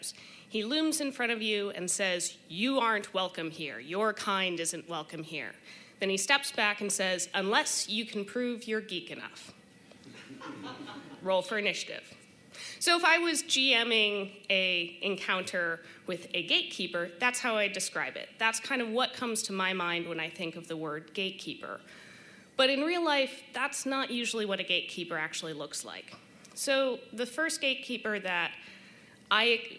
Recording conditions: live audience